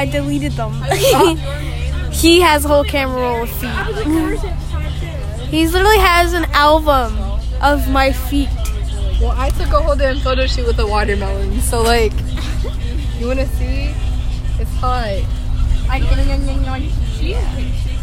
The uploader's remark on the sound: Recorded on a bus.